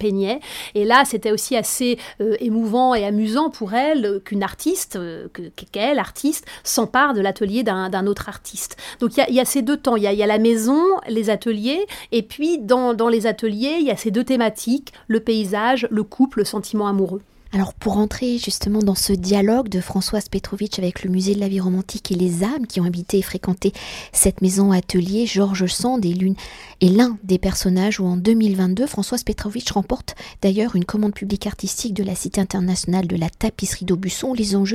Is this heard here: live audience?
no